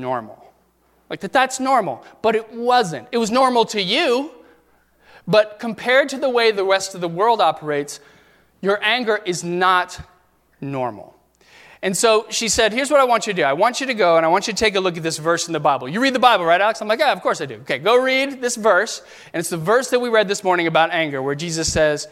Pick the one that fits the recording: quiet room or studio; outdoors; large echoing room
large echoing room